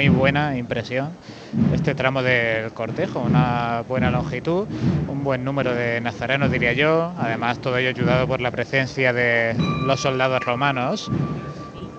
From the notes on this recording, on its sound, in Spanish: Retransmisión en directo del Martes Santo en Jaén en el año 2023.